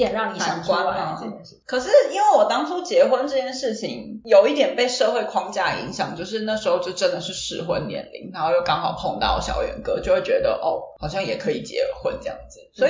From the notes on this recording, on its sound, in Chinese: 很抱歉目前持續調整錄音環境及設備。但還沒有辦法錄製出很好的音質。